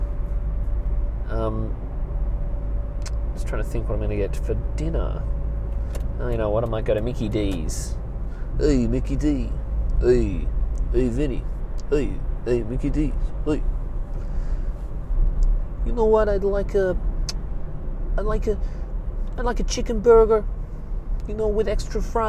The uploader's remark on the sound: I'm in the car with some news for all of you.